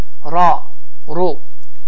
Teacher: Və biz dedik ki, ra hərfi bəzi hallarda həm qalın və həm də incə bir formada oxunur. Dedik ki, əgər ra hərfinin hərəkəsi fəthə və ya damma olarsa, bu zaman ra hərfi qalın oxunur